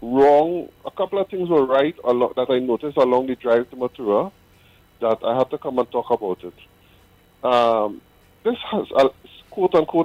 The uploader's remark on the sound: we take more calls from the audience